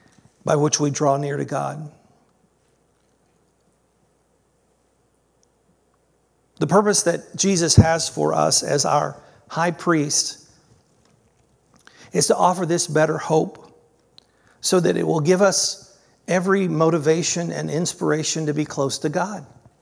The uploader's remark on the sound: This was originally recorded on July 2nd, 2023 at Palestine Church of Christ.